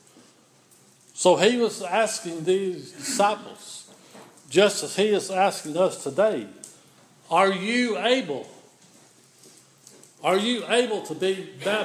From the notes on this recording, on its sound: This is an audio recording of the Sunday morning worship service at Persia United Methodist Church in Rogersville, TN on Sunday, January 10, 2016.